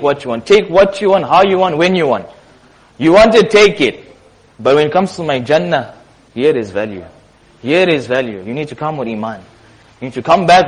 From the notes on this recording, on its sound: Jumuah Lecture at Masjid Nur ul Huda 06 January 2023